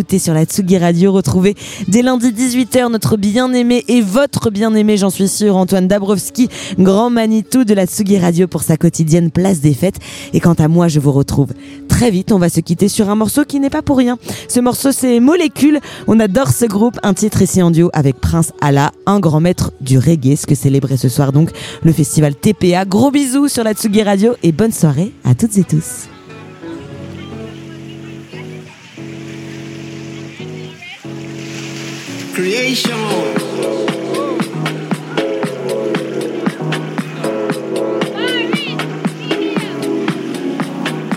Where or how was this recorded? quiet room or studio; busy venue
busy venue